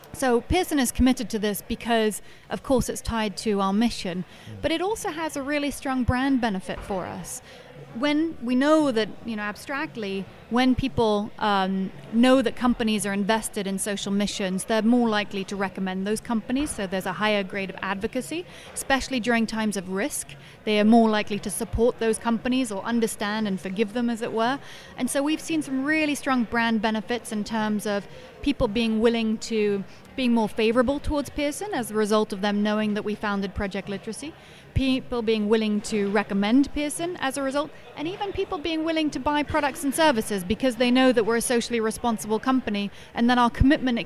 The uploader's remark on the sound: Recorded at PRWeek's PR360 conference